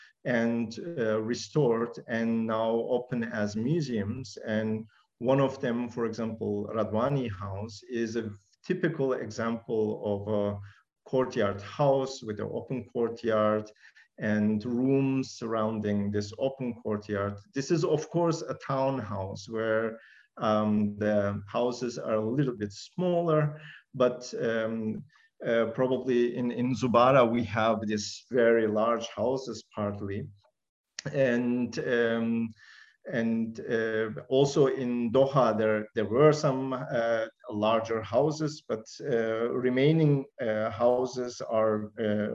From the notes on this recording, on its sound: This public talk was conducted online via Zoom on Friday, 21 January 2022, from 2.00 pm to 3.00 pm (SGT).